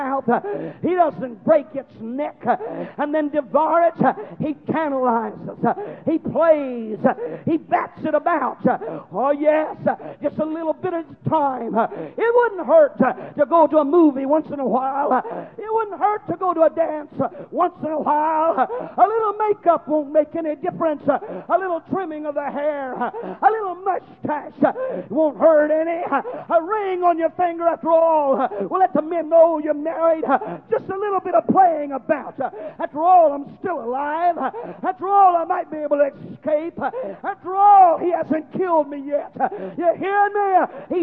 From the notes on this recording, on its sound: preaches a conference in Baton Rouge, LA